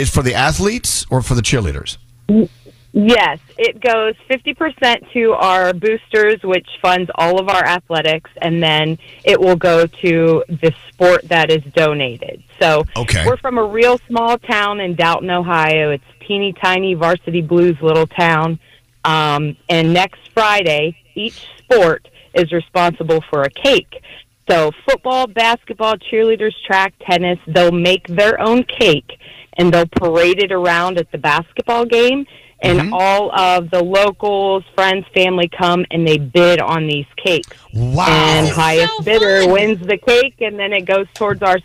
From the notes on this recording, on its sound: From Ohio called.